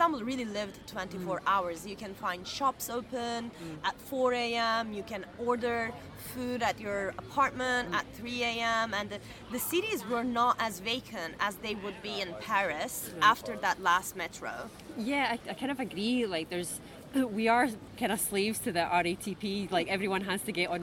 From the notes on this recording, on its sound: We recorded this episode on 24 September 2023, at Jardin du Luxembourg. We recorded this episode on 24 September 2023, at Jardin du Luxembourg.